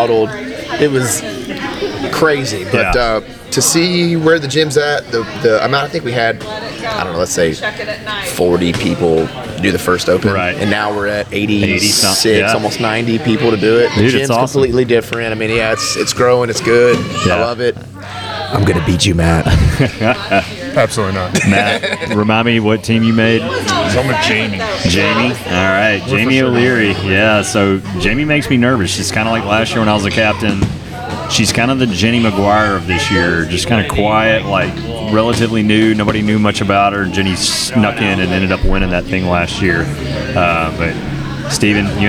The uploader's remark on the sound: We are live from BLCF for draft night! It's a revolving door of guests.